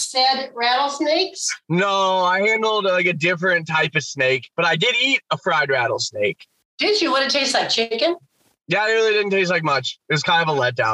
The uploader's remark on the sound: We are so sorry for the audio quality!